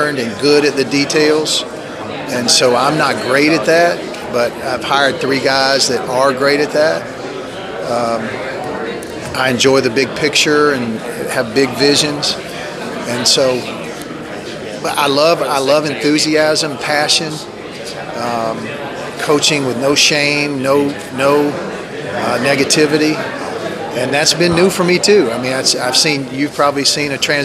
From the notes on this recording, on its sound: at 2019 Big South Media Day